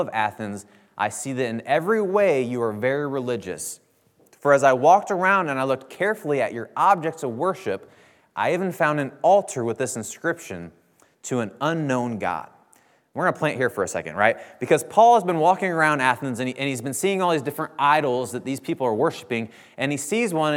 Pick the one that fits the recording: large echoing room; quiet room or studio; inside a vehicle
large echoing room